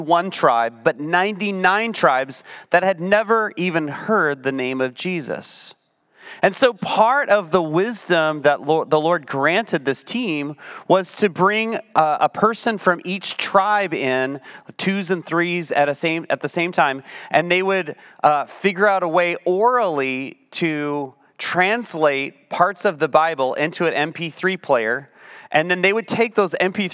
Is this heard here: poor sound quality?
no